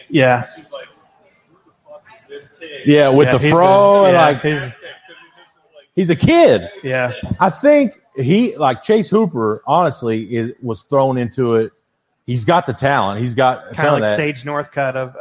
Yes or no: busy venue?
yes